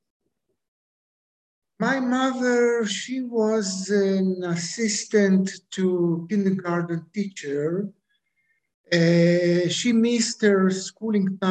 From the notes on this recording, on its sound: goes international via Zoom